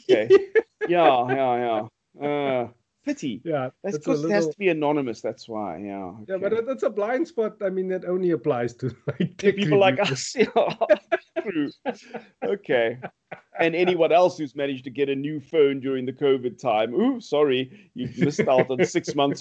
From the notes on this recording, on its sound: Recorded via Skype